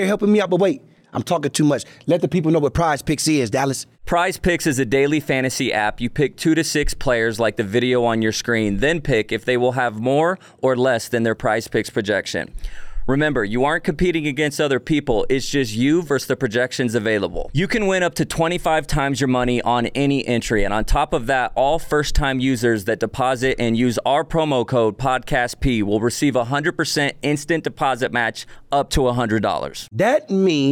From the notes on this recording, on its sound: we’re back recording from the Smoove's Hair Gallery Barbershop in Las Vegas